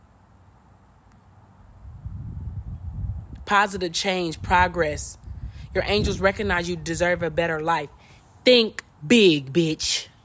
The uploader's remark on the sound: You Will Hear Wind at Times!